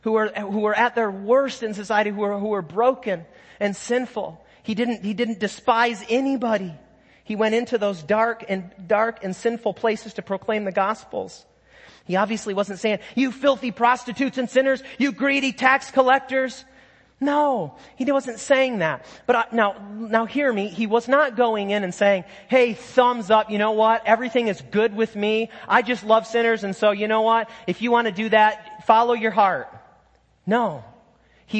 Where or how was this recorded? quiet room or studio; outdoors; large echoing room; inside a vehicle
large echoing room